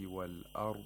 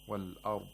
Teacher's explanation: the stretching or the lengthening of the consonant of Dad · Shown in: first take · Of course, this lengthening is not only whenever it's sakin, even when it's not sakin and when it has a haraka, you should still hear it.